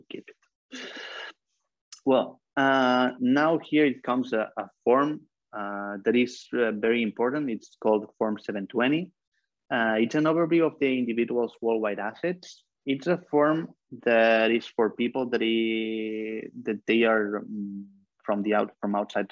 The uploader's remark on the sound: For those joining us on Zoom